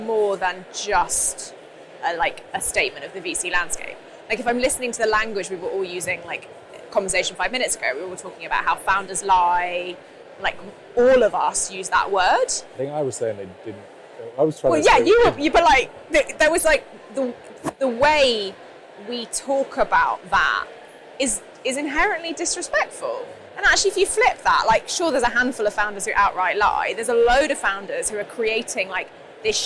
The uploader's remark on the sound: we were live at the 2022 Sifted Summit in London